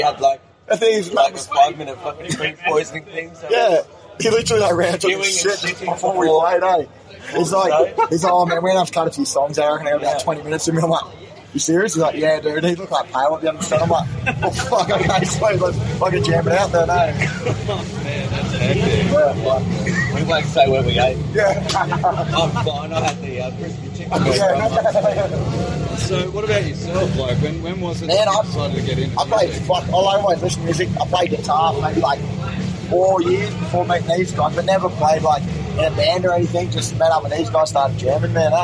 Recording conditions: busy venue